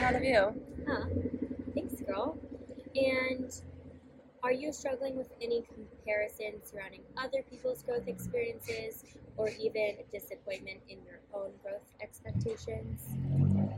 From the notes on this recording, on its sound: Excuse the background noise